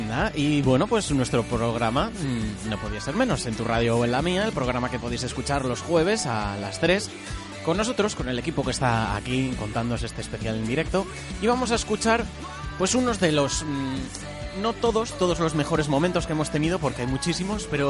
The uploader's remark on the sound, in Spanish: UNERADIO celebra su primer cumpleaños en el Día de la Universidad. Desplazamos nuestro estudio hasta la Campa de la Magdalena, donde realizamos un programa especial en directo. En él seguimos de cerca las actividades que se celebran y hablamos con alumnos, profesores y el resto de miembros de la comunidad universitaria de UNEATLANTICO.